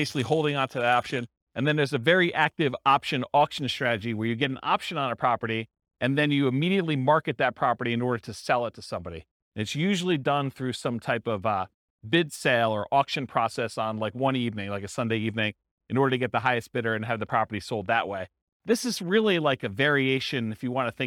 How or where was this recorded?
live audience